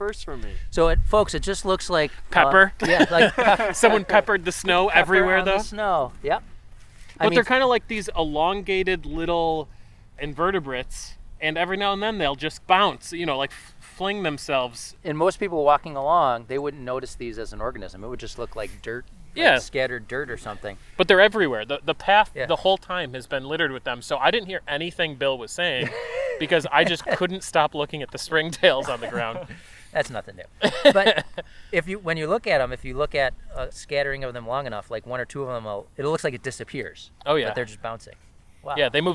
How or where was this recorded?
outdoors